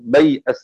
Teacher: بفتح الباء وبعدها ياء ساكنة وبعدها همزة مفتوحة على زنة حيضر بيأس حيضر.